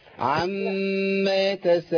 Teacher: اي ميم عليها شده في القران هنغن شويه يعني هنمشي غنه من الانف